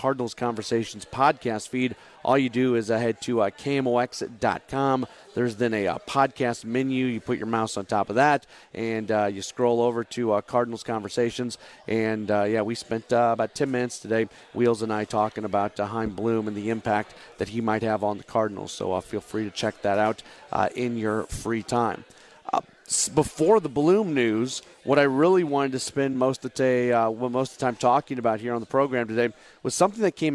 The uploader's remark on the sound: Live from Humphrey’s in Midtown following the Billikens Basketball Coaches Show.